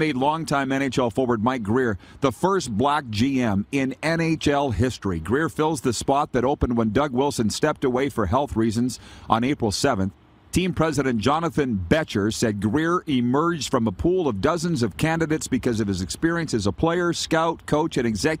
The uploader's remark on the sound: Back at the Bullbustin' Arena. We are LIVE from the Grey Eagle Resort and Casino in Calgary, Alberta.